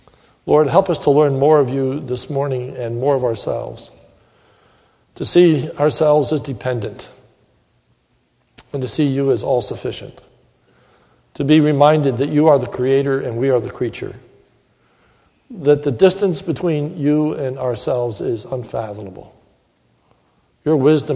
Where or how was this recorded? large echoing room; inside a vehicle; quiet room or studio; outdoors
large echoing room